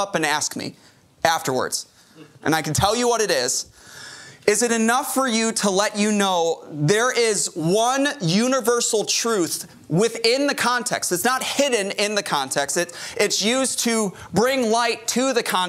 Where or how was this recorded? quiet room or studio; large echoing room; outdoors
large echoing room